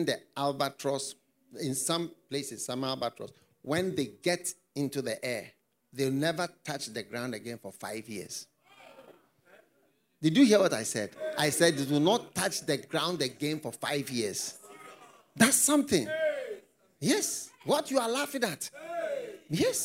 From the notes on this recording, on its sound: Preached at the FLOW Church.